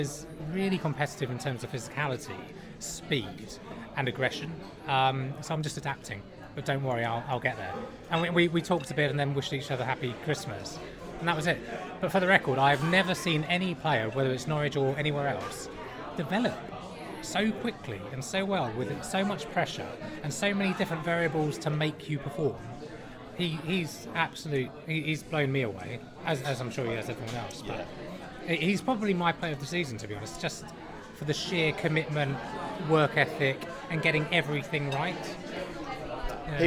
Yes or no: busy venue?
yes